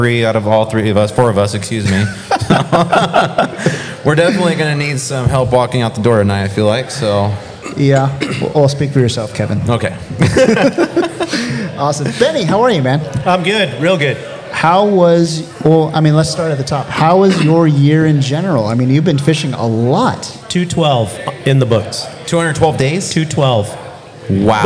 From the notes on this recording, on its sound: We recorded a live podcast at our 2022 Toy & Canned Good Drive at BNS Brewery. All joined us on stage.